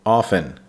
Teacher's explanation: Now remember, that's how often, even though it's spelled O-F-T-E-N, often. In America, we tend to say often, and the T is silent.